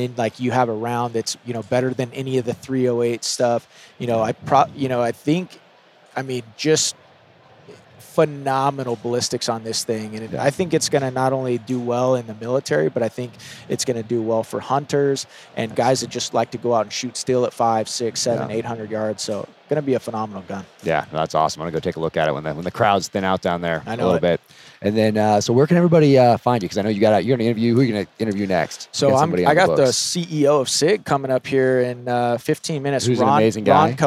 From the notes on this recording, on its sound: This interview was recorded in January 2020 at the Las Vegas SHOT Show